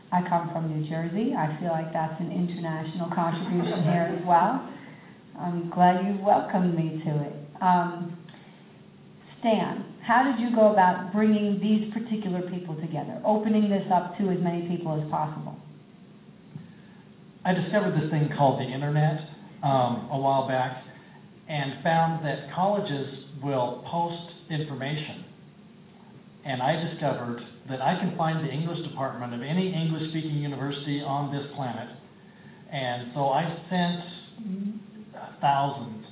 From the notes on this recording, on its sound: taped live at the Bridgewater International Poetry Festival at Bridgewater College in Virginia on January 17.